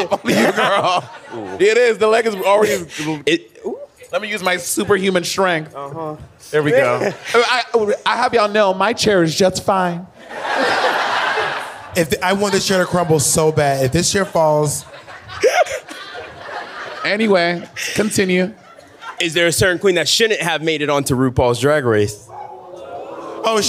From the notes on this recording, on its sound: In this episode its the live footage from our panel at Drag Con UK.